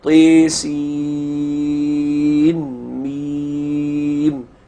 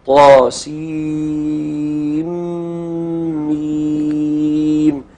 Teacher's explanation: الشعراء والقصص يقرأها ازاي حمزة المرموز له بفازة هكذا طيسين ميم يظهر النون في سين عند الميم · Shown in: first take · وبقية القراء يقرأها بالإدغام زي ما بتقرأها لحفص كده طاسين ميم